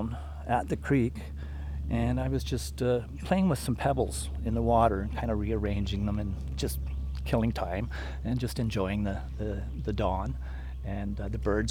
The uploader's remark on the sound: In the second half we go on a walk. Making Waves is a monthly radio program produced by New Adventures in Sound Art for WGXC Wave Farm.